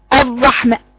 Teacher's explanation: عدم الصاق طرف اللسان بسقف الحنك، زيادة الفرجة فيكون معلقا مما يزيد من تكرار الراء